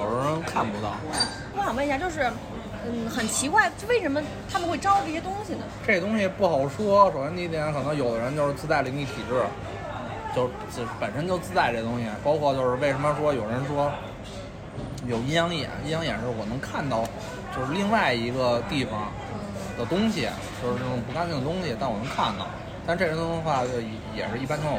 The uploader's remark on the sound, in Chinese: 这期节目是在餐厅录制的，底噪比较大，望大家海涵。